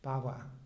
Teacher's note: there's a short coming together of the labial, and then there's an aspiration · the V in Pali is a semi-liquid vowel labial, which we don't really have in English. It's not a V, it's not a W, it's a W.